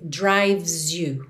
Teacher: o E de drives também não é pronunciado, você vai do V direto pro S